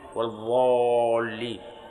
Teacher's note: ينطق بهذه الضاد ضاء مغلظة، أيضا يغلظها، نعم يملأ فمه منها